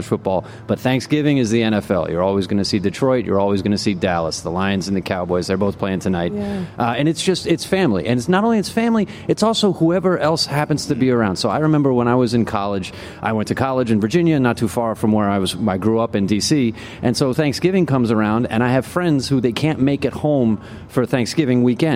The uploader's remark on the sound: Lunchtime Live was LIVE from The Friends Experience in Dublin today.